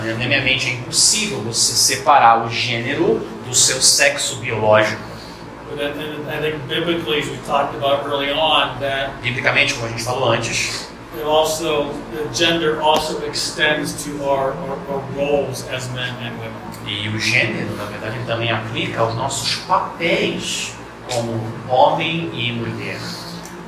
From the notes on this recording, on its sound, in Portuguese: Audio gravado na Igreja Batista Jardim Minesota.